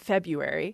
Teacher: having those two R's that close together is fairly hard to say. We're doing dissimilation. We're getting rid of one R.